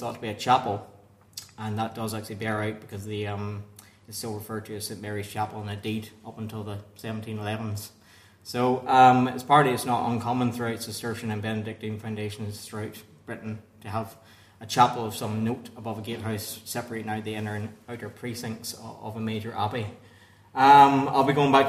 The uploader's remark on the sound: At the 2023 Tudor and Stuart Ireland Conference.